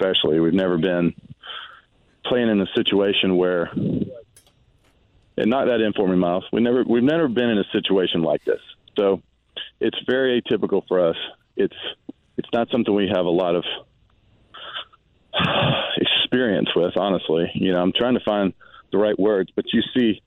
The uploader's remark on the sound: live a course in Texas